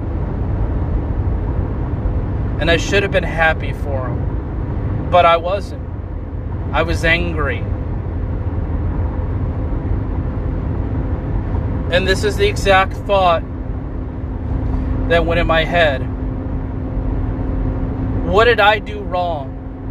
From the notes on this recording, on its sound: My first episode recorded in my car sorry if audio quality is bad.